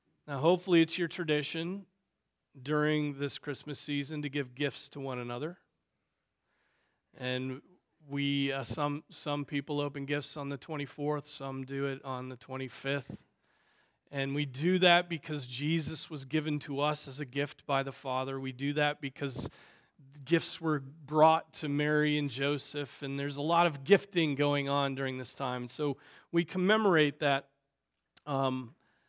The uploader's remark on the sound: Preached on December 24, 2023 at Trinity Presbyterian Church